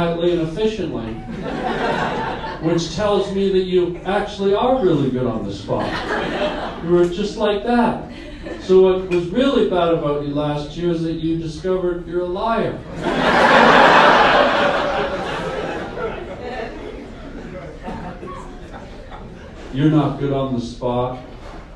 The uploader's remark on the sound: LIVE STAND UP COMEDY. Due to some tech issues the Pod will be shorter this week.